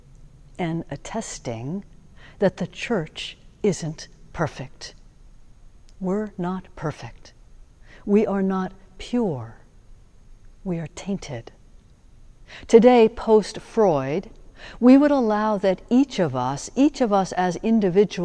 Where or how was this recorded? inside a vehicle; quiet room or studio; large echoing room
large echoing room